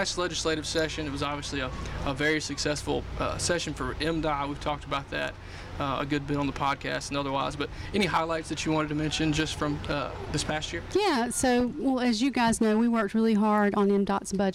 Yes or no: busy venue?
yes